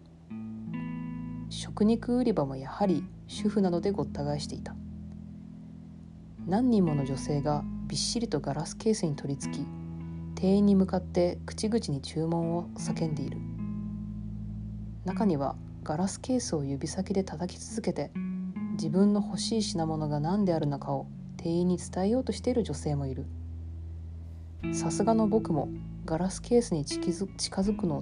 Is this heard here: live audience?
no